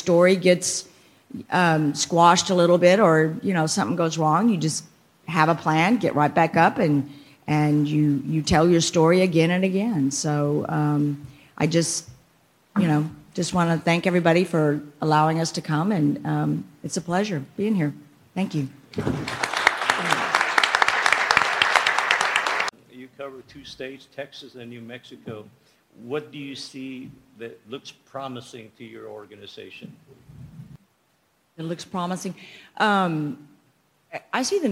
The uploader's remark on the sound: "CEOs Unite - Let's Get Uncomfortable" summit. There was applause in the audience.